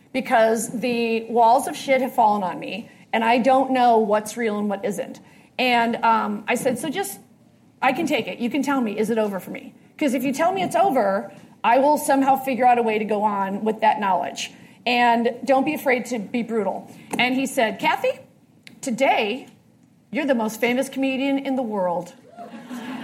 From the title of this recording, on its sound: Live at SXSW, Austin Texas